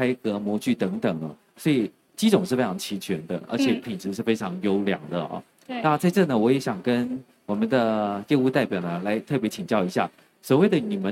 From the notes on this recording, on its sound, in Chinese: 本集節目首次於2023年台灣國際扣件展（FASTENER TAIWAN 2023）5月3日至5月5日高雄展覽館現場錄製